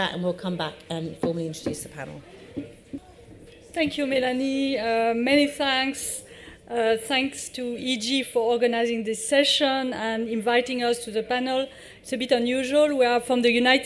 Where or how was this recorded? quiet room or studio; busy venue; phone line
busy venue